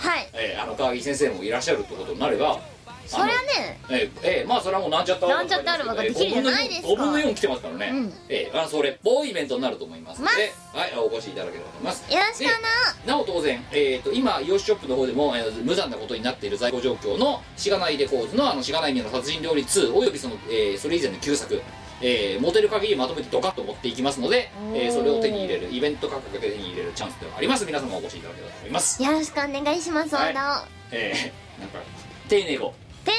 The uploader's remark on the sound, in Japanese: 収録時の機材トラブルか、今回も全体的にノイズが乗っています。ある程度対処してはおりますが、一部不自然に聴こえる、ノイジーな部分が残っております。